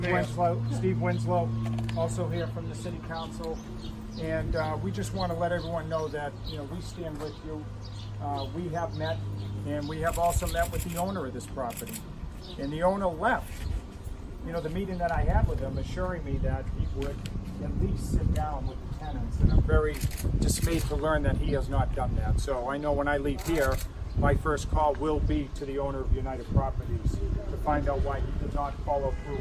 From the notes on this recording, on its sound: We spoke to and recorded audio from Saturday’s Rally outside of the rental property.